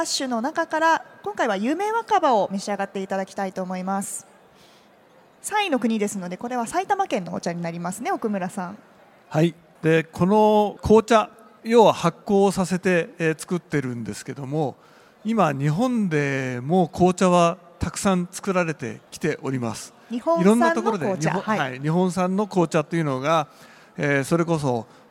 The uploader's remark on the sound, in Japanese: CRAFT SAKE WEEK 2023 at ROPPONGI HILLSにて公開収録。